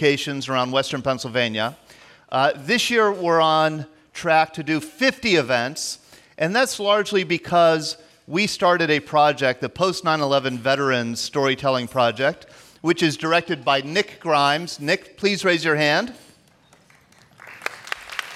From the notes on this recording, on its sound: Listen to the stories and voices of local veterans recorded live on June 28, 2016 at Christ United Methodist Church in Bethel Park, Pennsylvania.